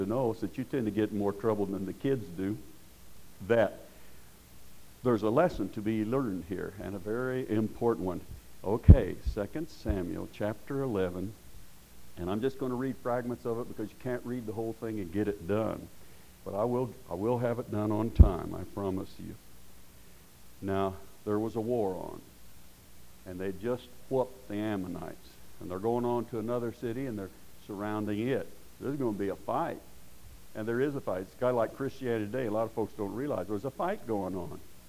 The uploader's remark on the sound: Preached at Paradise Valley Christian Church